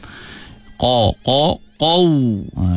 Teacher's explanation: huruf yang ketika menuturkannya terangkat pangkal lidah, bukan tengah lidah yang kita fokuskan, bukan hujung lidah yang kita fokuskan, tapi terangkatnya pangkal lidah, lidah yang dalam. · Term: huruf isti'la